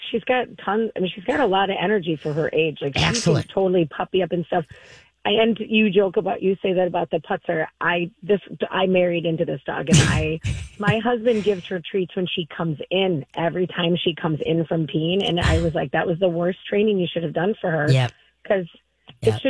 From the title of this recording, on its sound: More Great callers with great questions